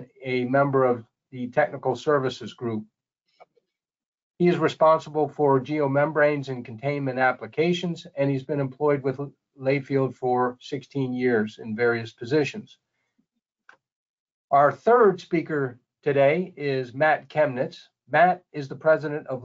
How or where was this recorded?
video call